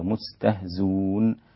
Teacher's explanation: كلمة مستهزئون وقف عليها بالتسهيل بالواو خالصة هكذا مستهزون الإمام أبو جعفر، وإذا وقف عليها الإمام حمزة فعل ذلك أيضا.